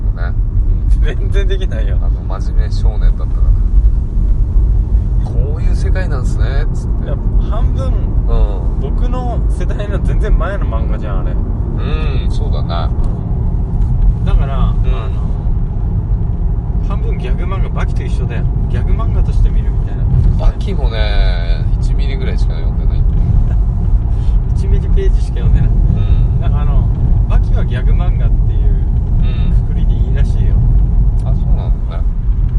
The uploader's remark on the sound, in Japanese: 車内での録音です、音質悪いです